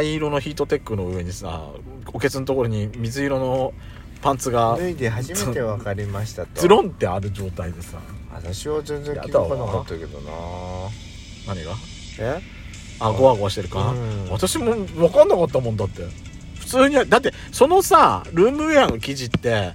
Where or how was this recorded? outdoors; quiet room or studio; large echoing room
outdoors